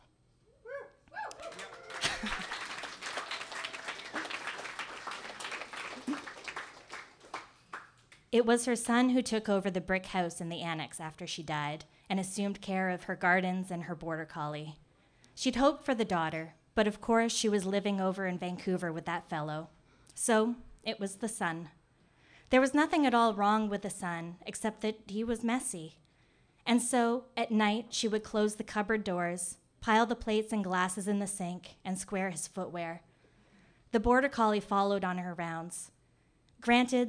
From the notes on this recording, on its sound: A previously recorded evening of storytelling and otherwise.